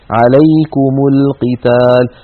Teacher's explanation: عليكم للقتال، أيضا التقى ساكنان، الميم ساكنة ولام التعريف ساكنة، فحركنا الميم بالضم